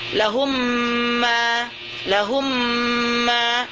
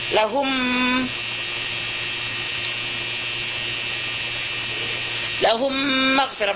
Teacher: Jadi kita idghamkan mim pertama kepada mim yang kedua. Jadi yang kita baca sekarang itu bukan mim yang pertama. · Term: idgham syafawi